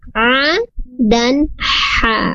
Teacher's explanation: untuk kedua huruf ini ain dan ha sama-sama makhrajnya atau tempat keluarnya di tengah-tengah tenggorokan · Term: wasatul halqi